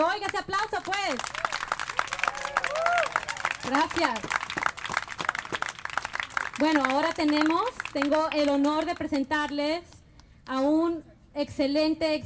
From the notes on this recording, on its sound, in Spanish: Holyoke Visible. Escuche todas las participaciones de este evento grabado en directo por radioplasma.